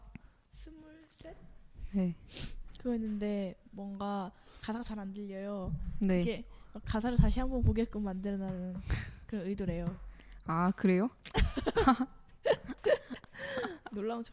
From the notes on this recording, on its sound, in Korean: 오늘 녹음중에 마이크가 떨어지는 사고가 있어서 잡음이 많이 있으니 감안하고 들어주세요!